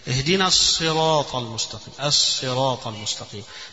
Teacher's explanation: الصاد هنا عبارة عن صادين اثنين، الأولى ساكنة والثانية متحركة · Term: الشدة